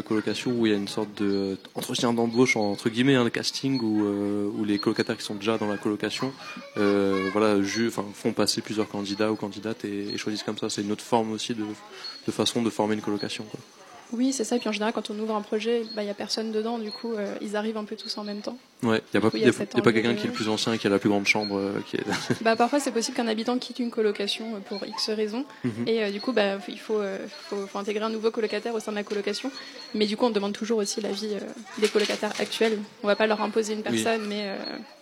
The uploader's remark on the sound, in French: Émission en direct de l'Elsau. Diffusé en direct sur RBS le 6 Mai 2023 depuis la Rue Watteau à l'Elsau à l'occasion de l'événement "Capsule Temporelle" de la Compagnie Lu².